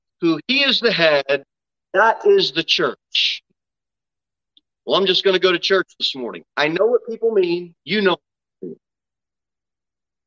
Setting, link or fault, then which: setting, large echoing room